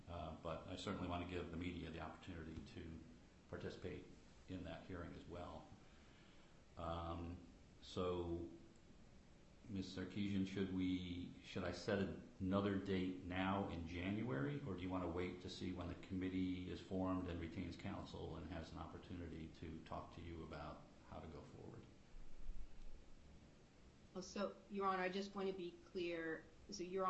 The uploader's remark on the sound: FTX/Alameda U.S. bankruptcy court hearing audio. Audio of the hearing on the bankruptcy court record.